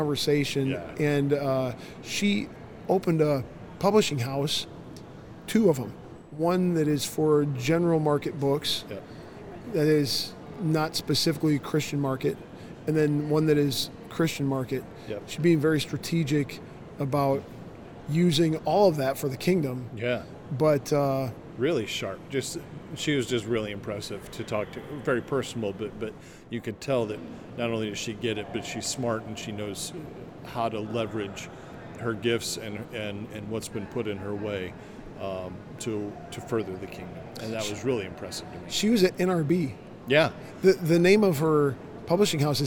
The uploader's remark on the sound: LIVE from CPE 2022!